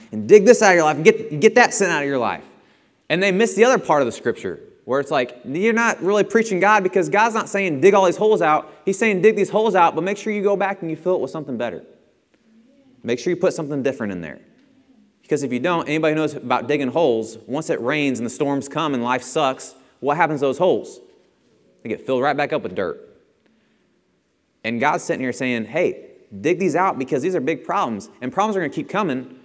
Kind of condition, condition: setting, large echoing room